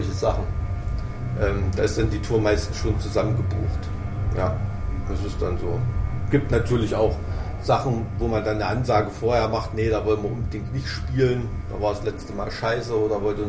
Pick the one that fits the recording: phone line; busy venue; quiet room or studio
busy venue